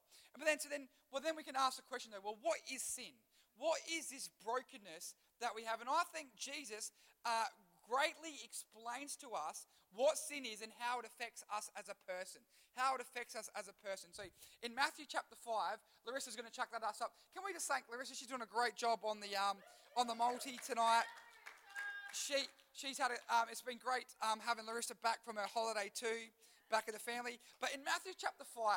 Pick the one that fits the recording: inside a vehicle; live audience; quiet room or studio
live audience